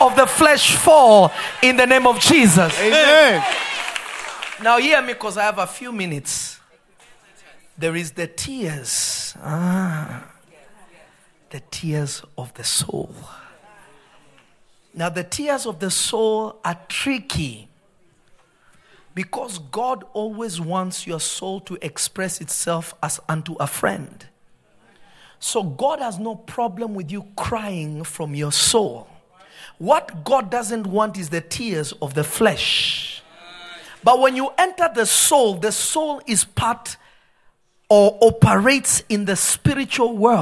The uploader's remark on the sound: This episode was recorded live at Revelation Church. In Simi Valley.